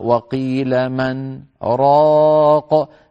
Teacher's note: نقف قليلا على النون ثم نقول راق